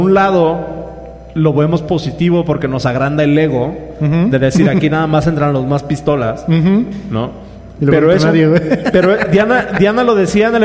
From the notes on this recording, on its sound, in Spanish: Episodio grabado frente a audiencia en CDMX. Respondemos preguntas del público.